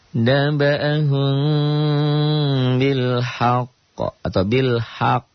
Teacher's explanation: Ya, qalqalahnya jadi akbar, kubro yang besar karena bertasydid.